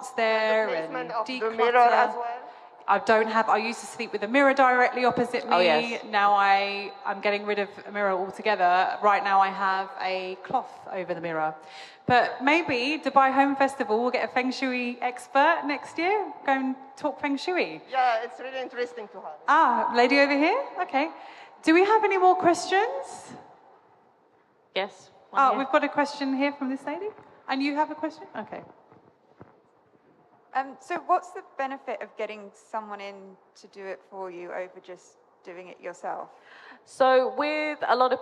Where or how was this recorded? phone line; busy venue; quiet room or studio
busy venue